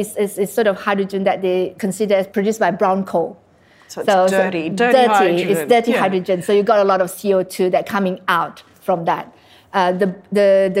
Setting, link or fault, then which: setting, live audience